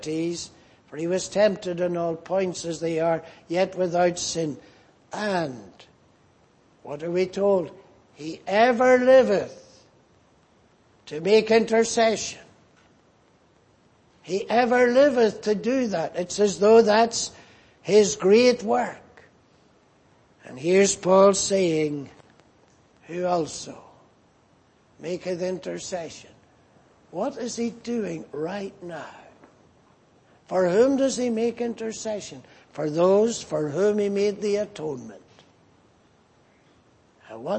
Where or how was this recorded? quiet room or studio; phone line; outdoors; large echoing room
large echoing room